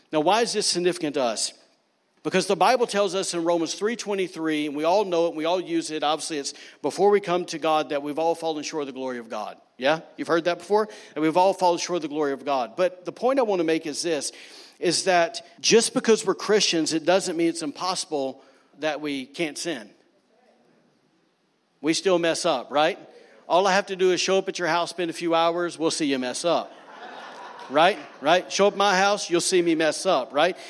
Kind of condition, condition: setting, large echoing room